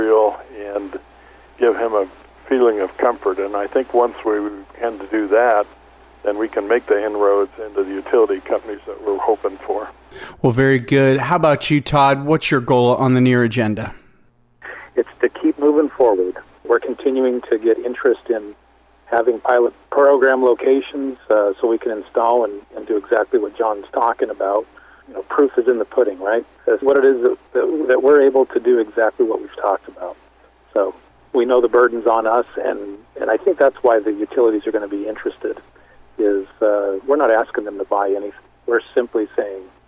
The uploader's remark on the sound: called in to SmallCapVoice.